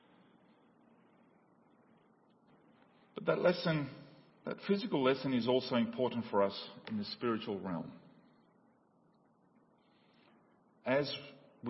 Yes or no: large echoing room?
yes